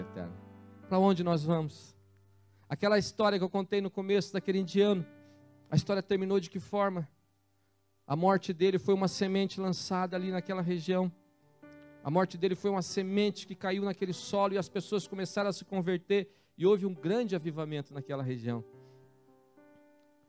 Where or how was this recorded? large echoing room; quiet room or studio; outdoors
large echoing room